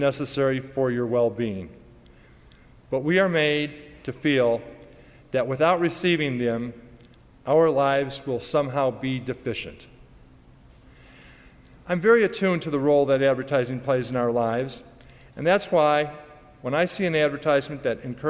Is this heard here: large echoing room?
yes